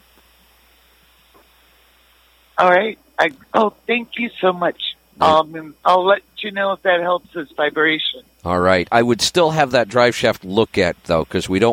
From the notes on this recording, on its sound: Call in Question and Answer Show